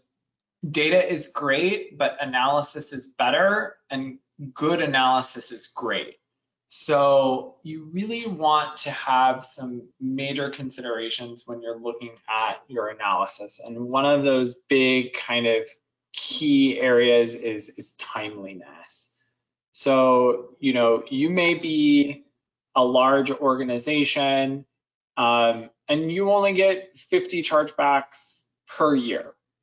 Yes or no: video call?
yes